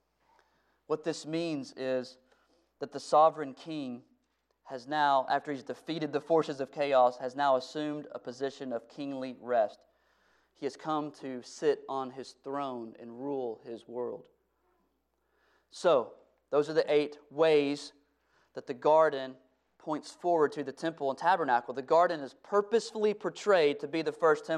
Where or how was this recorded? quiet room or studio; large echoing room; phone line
large echoing room